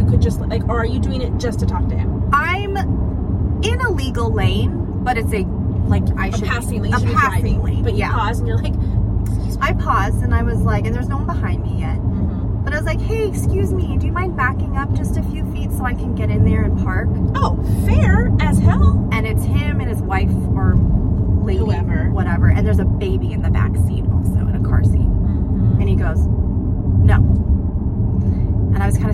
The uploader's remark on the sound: We recorded this in the car so please excuse the live action background noises